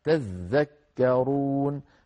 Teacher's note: كلمة تتذكرون التاء الثانية أبدلها ذال، أبدل التاء الثانية ذالا وسكنها، ثم أدغم الذال في الذال التي بعدها فصارت تذكرون.